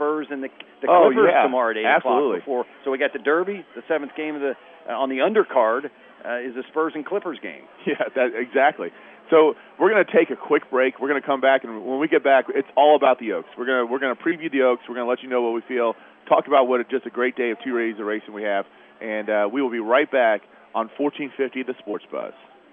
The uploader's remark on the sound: WSB special edition live from Churchill Downs